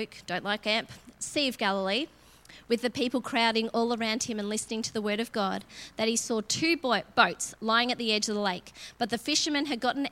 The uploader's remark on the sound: LIVE at Echo Church.